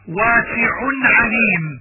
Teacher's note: إظهار التنوين عند حرف العين